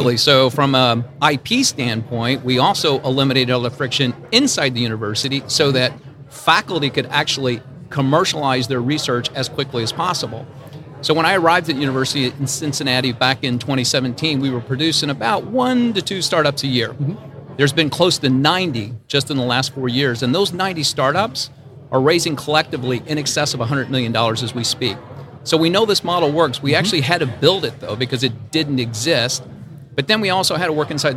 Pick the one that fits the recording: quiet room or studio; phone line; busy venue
busy venue